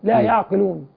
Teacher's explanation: فلا يحقق مخرج العين وانما الصواب لا يعقلون.